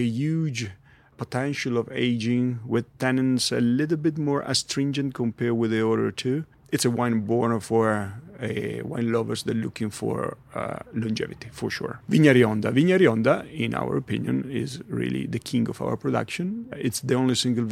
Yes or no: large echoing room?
no